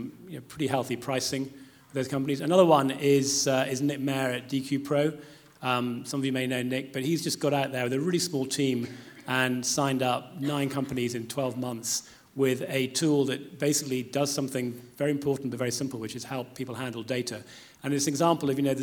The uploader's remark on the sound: The InsTech London Partners on stage. Recorded live from the InsTech London evening session at The Steelyard.